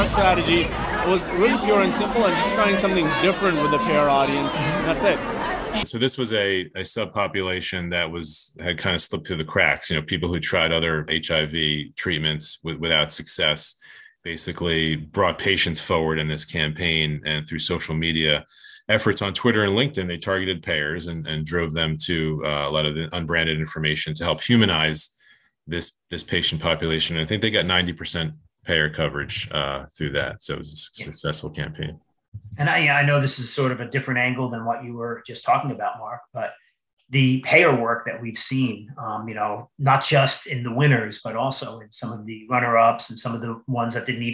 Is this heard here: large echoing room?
no